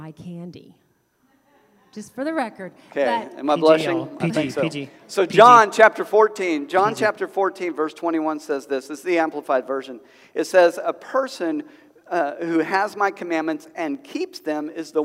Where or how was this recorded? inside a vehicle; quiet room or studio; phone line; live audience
live audience